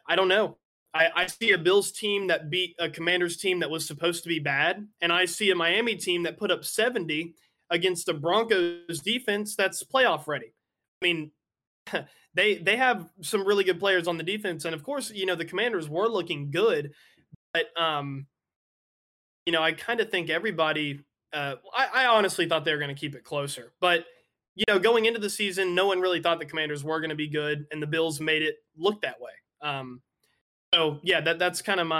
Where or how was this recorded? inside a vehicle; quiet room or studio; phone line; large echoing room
quiet room or studio